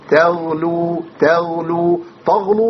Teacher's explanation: يبقى أنا خليت التاء طاء وخليت اللام والله تخينة كده